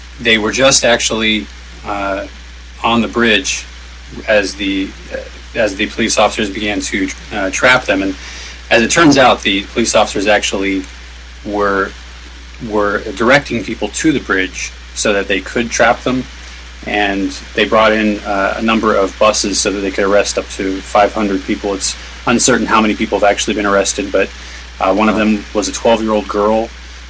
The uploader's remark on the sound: Live from Occupy Wall St. Zuccotti Park.